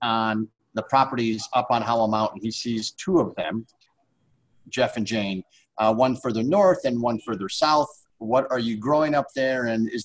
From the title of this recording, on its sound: SIP Virtual Wine Tasting